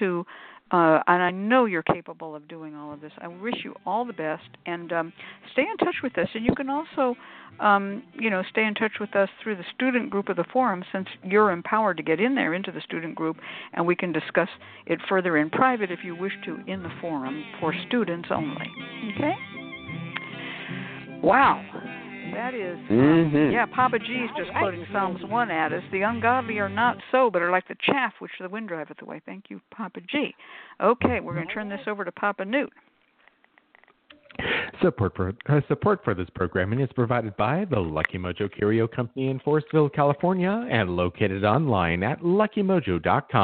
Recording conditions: phone line